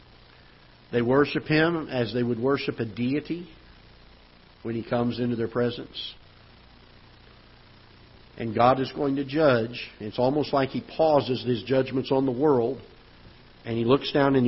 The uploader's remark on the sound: Ketha Heights Baptist Church ~ Live Broadcast